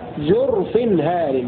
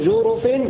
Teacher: بسكون الراء بدلا من ضمها